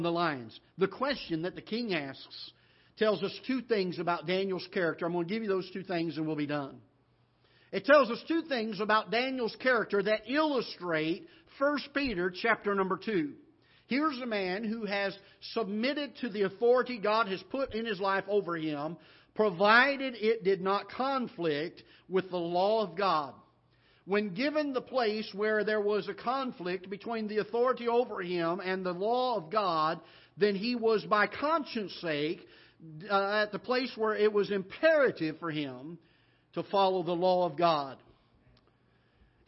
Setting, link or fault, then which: setting, large echoing room